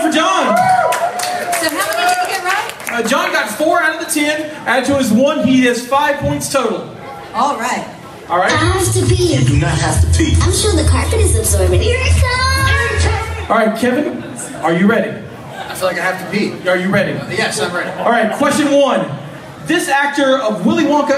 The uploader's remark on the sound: This week we are live from Charleston, West Virgniia at ShockaCon.